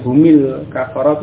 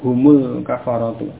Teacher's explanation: sebelum sukun itu dhammah ya, maka sukunnya diganti dengan dhammah · Shown in: second take · humul kafaratu.